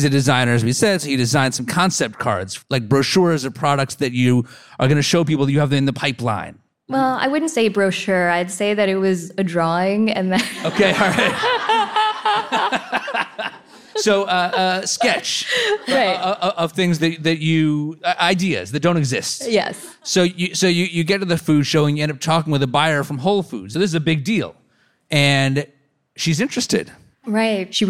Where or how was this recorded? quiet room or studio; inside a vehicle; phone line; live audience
live audience